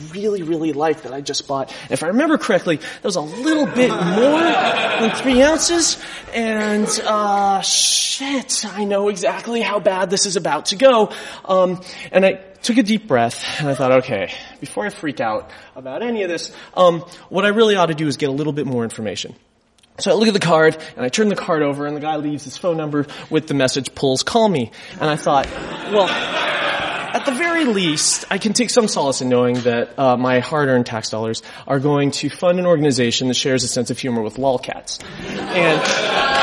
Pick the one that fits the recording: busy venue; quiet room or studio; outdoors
busy venue